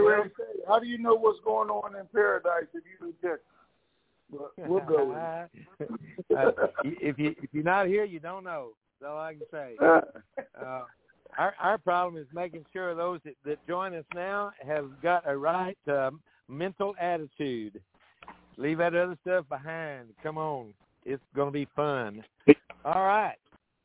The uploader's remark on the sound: TNTSuperfantastic Conference Call